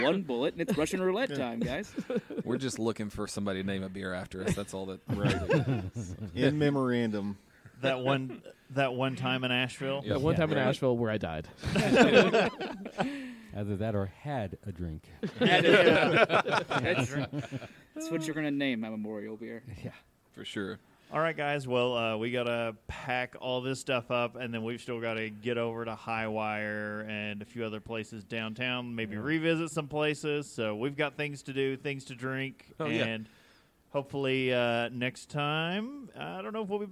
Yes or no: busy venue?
yes